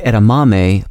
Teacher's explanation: the word edamame places its primary stress on the penultimate syllable